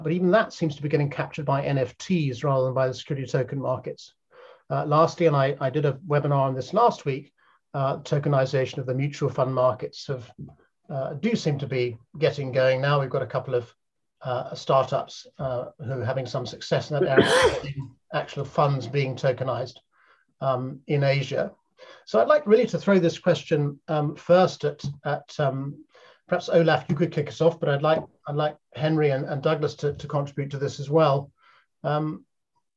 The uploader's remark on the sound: At this Future of Finance webinar